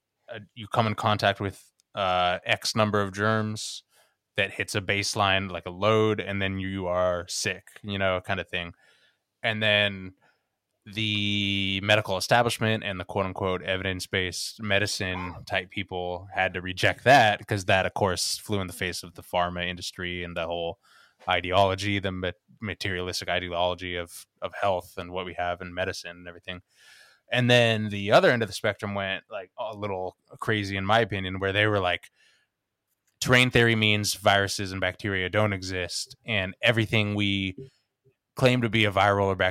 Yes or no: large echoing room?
no